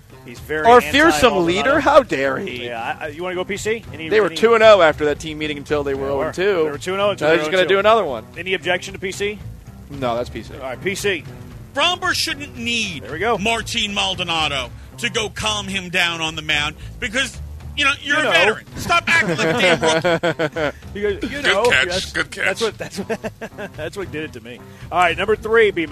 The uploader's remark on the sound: LIVE from Circa Resort & Casino in Las Vegas!